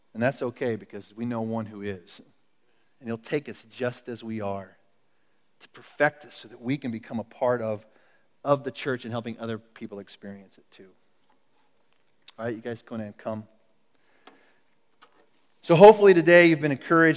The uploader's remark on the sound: Recorded at The Calling Community Church located in Platte City, Missouri. Service are held in the Platte County High School Auditorium.